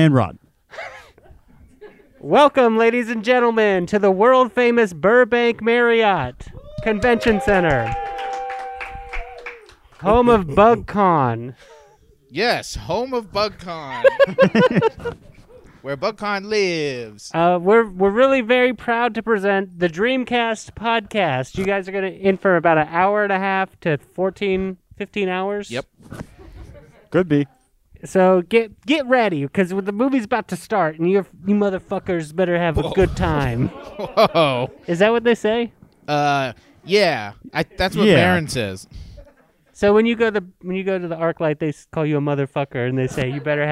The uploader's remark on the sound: BugCon 2021 Sega Bass Fishing Fish Off! Live recording. Audience members battle it out in the first annual Sega Bass Fishing Fish Off.